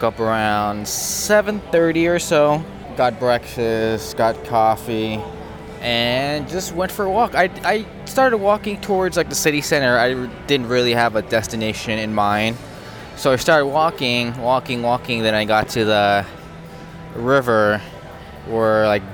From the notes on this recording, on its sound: I recorded this on my iPhone and edited it all on my iPad using an app called Ferrite so there’s some background noise as I was walking around the city.